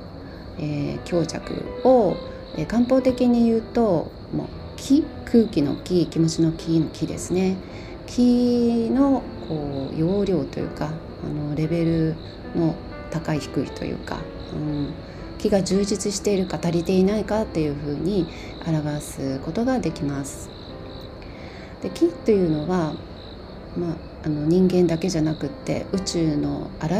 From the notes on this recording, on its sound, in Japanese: 朝のベランダで収録したので、鳥のさえずりや虫の声、遠くに犬の鳴き声などの自然のサウンドだけでなく、耳障りな雑音も入っておりますがどうぞご了承くださいませ。